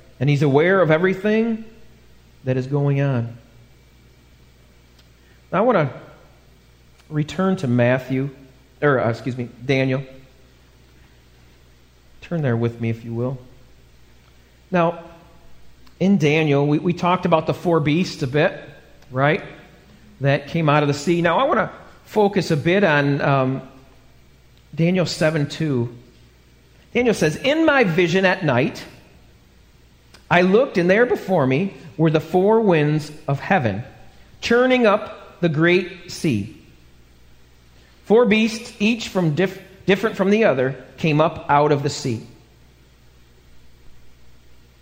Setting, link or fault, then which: setting, large echoing room